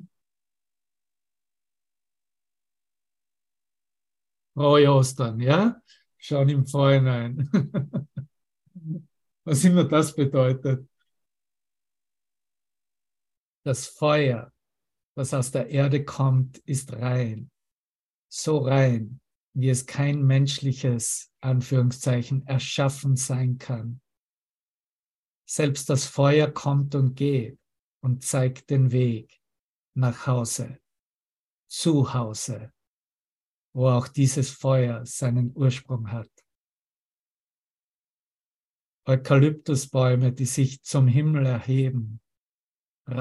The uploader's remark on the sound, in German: Zoom-Session. Veranstaltet von der Aleph Akademie.